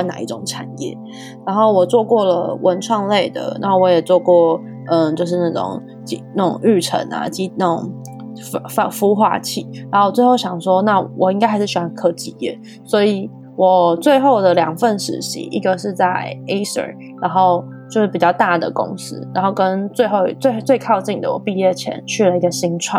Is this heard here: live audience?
no